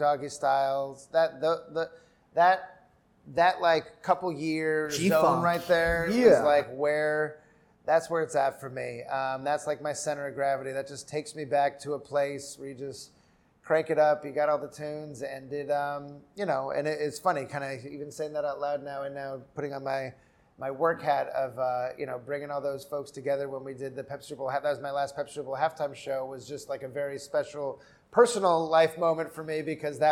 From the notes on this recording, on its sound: We’re back with another edition of the Masters of Brand Masters series, recorded on site at the ANA Brand Masters Conference in Bonita Springs, Florida.